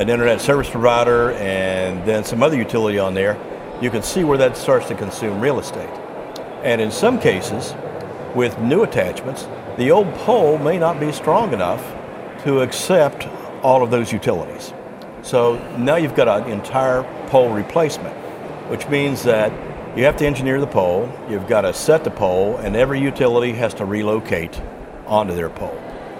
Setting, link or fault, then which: setting, busy venue